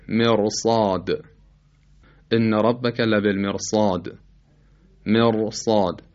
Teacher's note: دومین مورد اونجاییست که را ساکنه، ما قبل مکسوره و باز طبق قاعده اصلی باید ترقیق بشه، اما بعدش حرف استعلاء مفتوح قرار گرفته، حرف استعلاء مفتوحه. در اینجا به خاطر وجود حرف استعلاء ما حرف را رو تفخیم میکنیم. مثلا کلمه مرصاد، ان ربک لبالمرصاد، مرصاد، نمیگیم مرصاد.